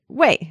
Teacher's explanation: It sounds a bit dismissive when you say it in fourth tone.